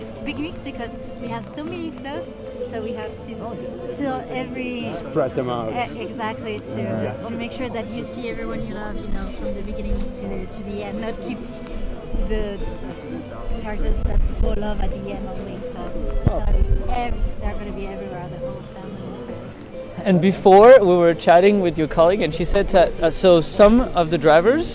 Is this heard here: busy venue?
yes